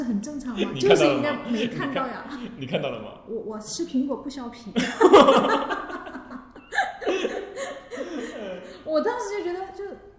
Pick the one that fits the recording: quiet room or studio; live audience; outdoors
live audience